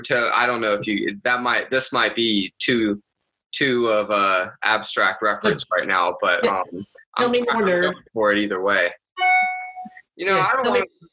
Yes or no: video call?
yes